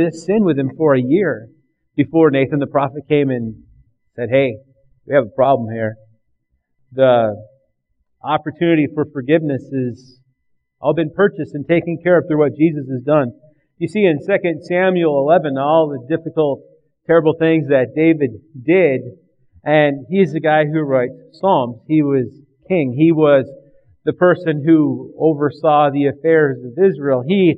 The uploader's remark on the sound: recorded on Oct 11th, 2009 at River Rock Church in Belle Plaine MN